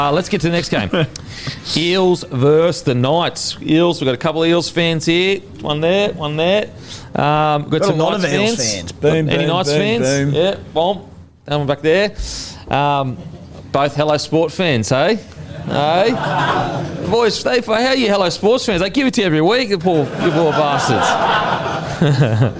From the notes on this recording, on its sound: infront of our live audience